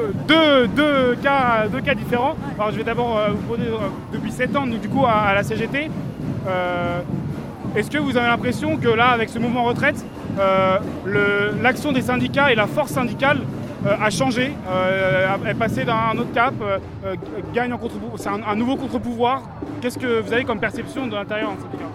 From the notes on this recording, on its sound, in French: nous étions en direct du cortège parisien